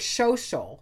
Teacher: It's a slight sh instead of a s. There's the addition of an H.